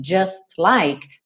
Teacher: Do S você já vai direto pro L.